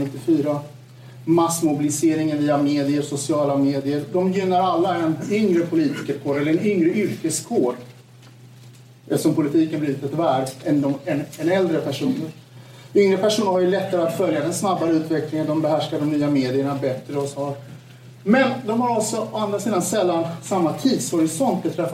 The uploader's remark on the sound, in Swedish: en inspelning från en lunch med ledarredaktionen som hölls på Playhouse teater